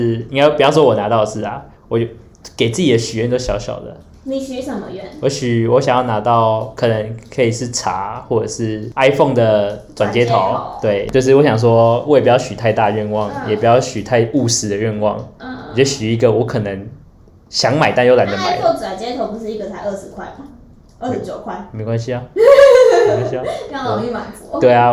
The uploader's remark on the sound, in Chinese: 本集收音出點問題。會有點遠兒。